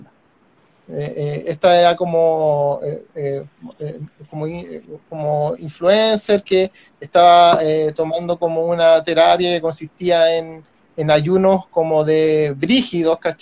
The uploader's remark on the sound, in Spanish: una conversación sostenida en Instagram Live